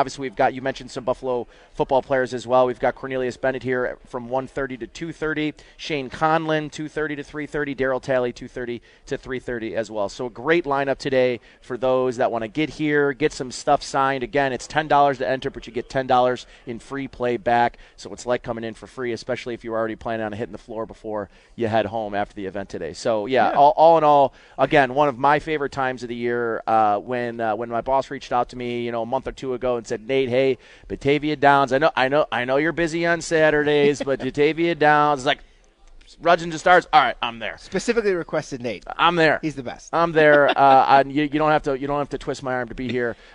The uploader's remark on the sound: Live from Batavia Downs